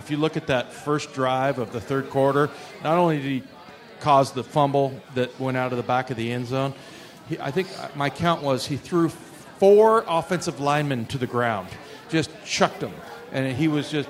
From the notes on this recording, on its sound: sit down live at Pearl Bar and Dining in Bellevue